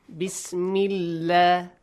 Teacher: But if there is kasra before the word Allah, lightly, you pronounce it lightly, like a sound.